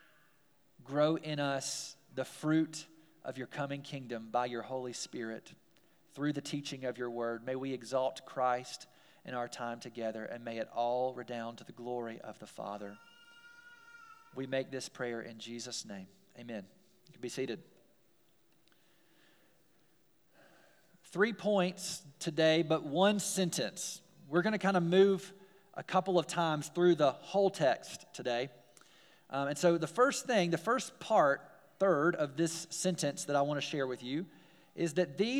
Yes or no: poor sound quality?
no